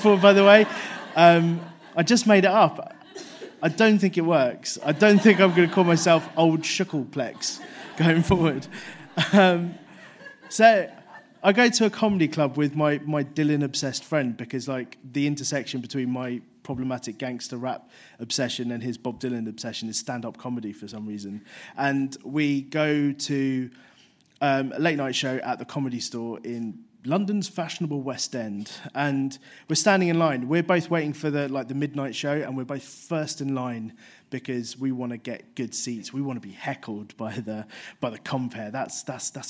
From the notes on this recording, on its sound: 5x15 Bristol. Recorded at the 5x15 event in Bristol, on September 11, 2016.